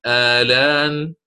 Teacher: ومن قرأ بالقصر قال اللام متحركة حركة عارضة اعتد بها